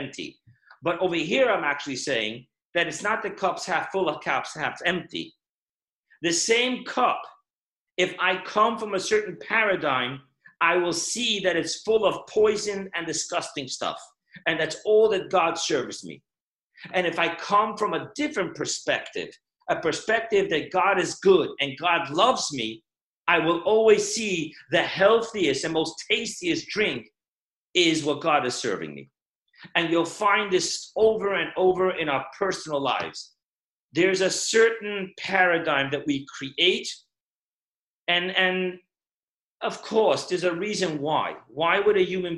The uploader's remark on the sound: Zoomclass.